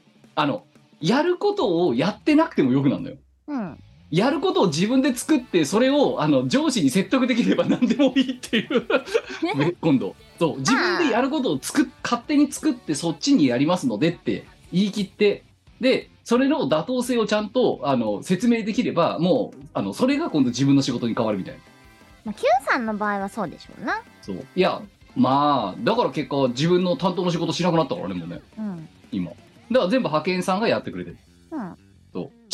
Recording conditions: video call